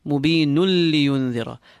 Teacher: The previous verse ends with the word mubeen, and when joining, you will have idgham without ghunnah taking place.